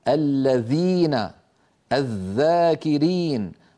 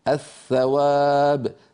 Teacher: فالثاء والذال أيضا على القارئ أن يضع طرف لسانه على طرف أسنانه الأمامية وهي الثنايا العليا، ولكن لاحظوا أن مؤخرة اللسان لا ترتفع، فليس ثمة في الذال والثاء ارتفاع لأقصى اللسان